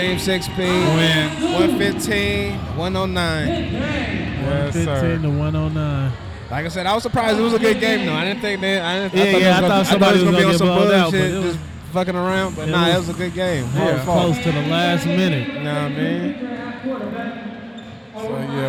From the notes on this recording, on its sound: we were live at the Heart Break Gang Celebrity Basketball